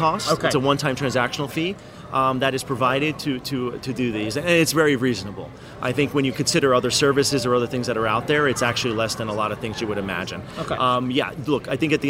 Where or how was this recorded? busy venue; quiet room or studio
busy venue